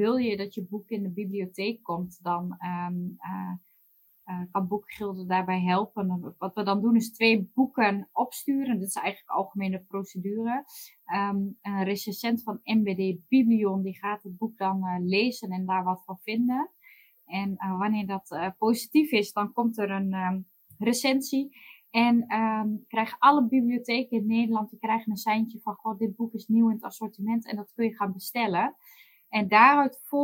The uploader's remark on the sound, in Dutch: de podcast is een opname van een live webinar.